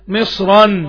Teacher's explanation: انا عندي التنوين المد الف، التنوين الفتح، التنوين الفتح بنقف عليه بالمد، عشان كده اسمه مد عوض، بنعوض التنوين بالف مد عند الوقف، عند الوقف.